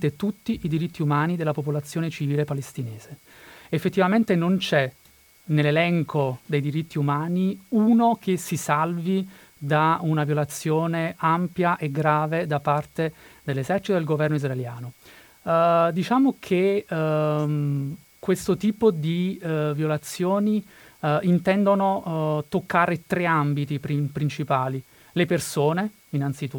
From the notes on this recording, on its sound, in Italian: Al telefono il professore di relazioni internazionali e medio oriente all'università di Bologna.